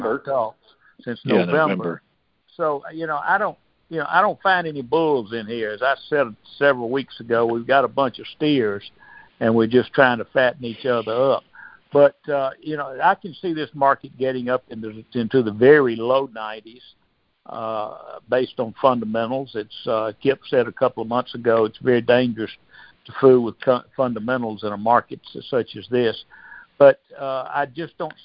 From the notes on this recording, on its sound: August 2023 Monthly Cotton Conference Call